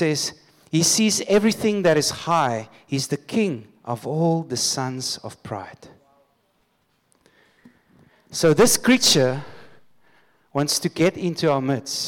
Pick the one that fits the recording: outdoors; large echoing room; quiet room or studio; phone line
large echoing room